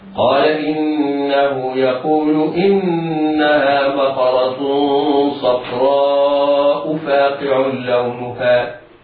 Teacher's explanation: هذا مد متصل يمد في حال الوصل مدا واجبا بمقدار أربع حركات